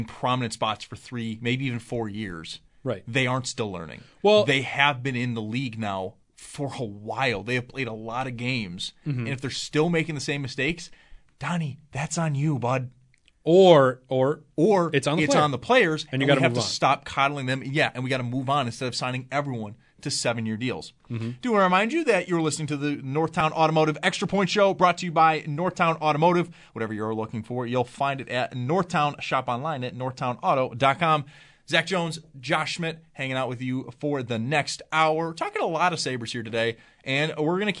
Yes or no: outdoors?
no